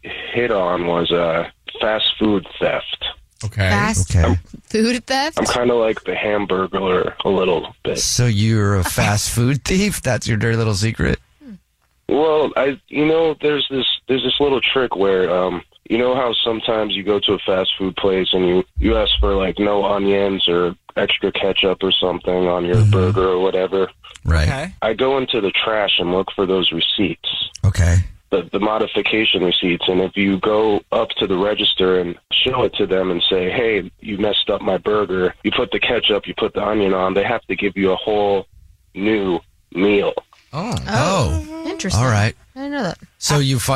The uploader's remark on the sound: We have another listener on the phone.